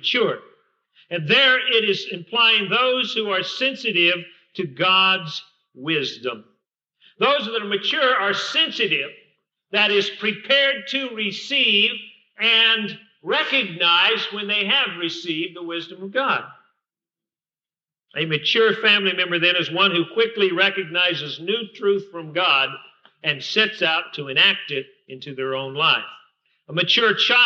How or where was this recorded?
large echoing room